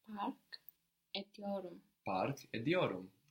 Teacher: the T here of etmek is going to be softened by the vowel that comes after